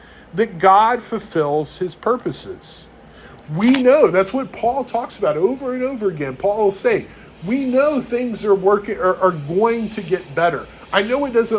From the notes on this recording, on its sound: One of the itchier sermons preached at Resurrection church.